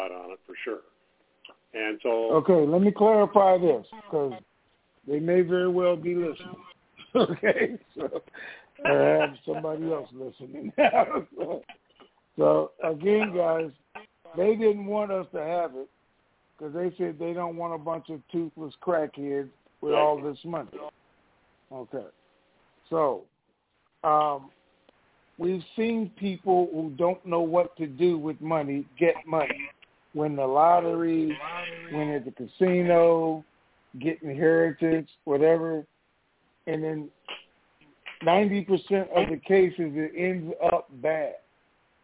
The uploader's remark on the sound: TNTSuperfantastic Conference Call